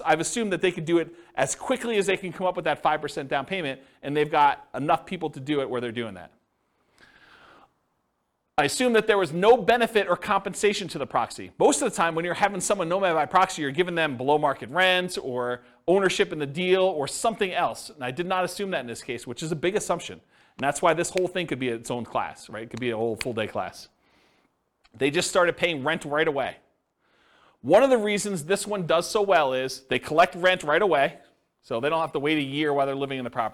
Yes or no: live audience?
yes